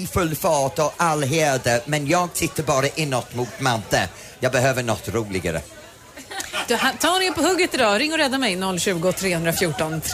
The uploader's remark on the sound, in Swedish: Live från Liseberg